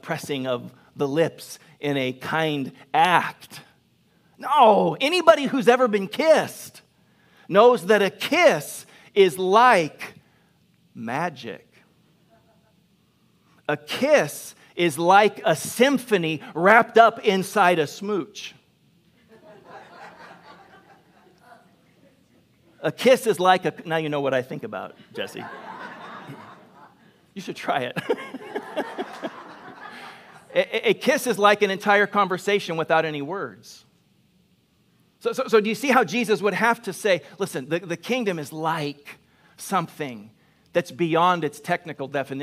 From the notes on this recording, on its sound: Delivered on 12 September 2021 at Grace Church of La Verne. Delivered on 12 September 2021 at Grace Church of La Verne.